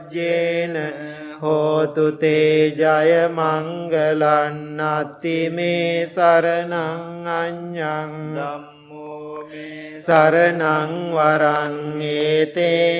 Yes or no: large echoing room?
yes